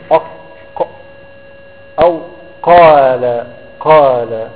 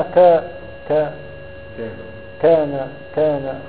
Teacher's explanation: القاف مجهورة وشديدة والكاف مهموسة وشديدة. أما تيجي تقول أق أو قال قال خرجت القاف، إنما ك ك كان كان خرجت.